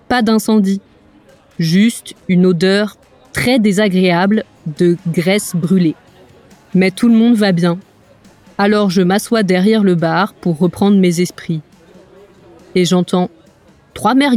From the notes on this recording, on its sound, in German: auf dem Festival La fête de l’Huma in der Nähe von Paris